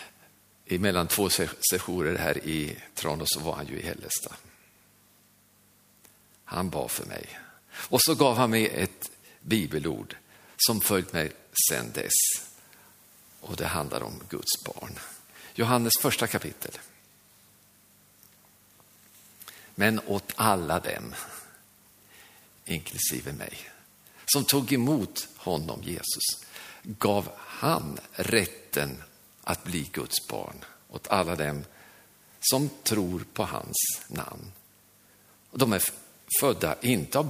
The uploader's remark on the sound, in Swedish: Inspelad under nyårsgudstjänst i Löfstadkyrkan i Tranås 2023-12-31.